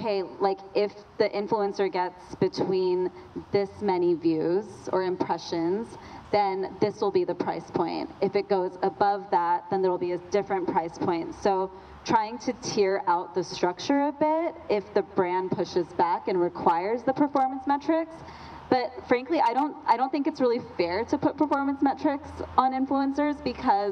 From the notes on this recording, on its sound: Live from our LA Meetup.